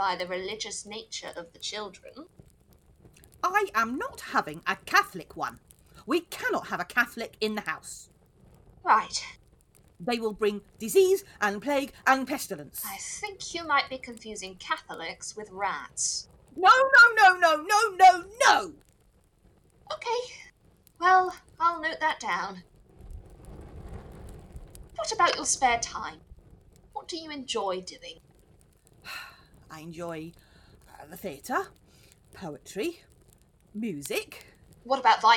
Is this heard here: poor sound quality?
yes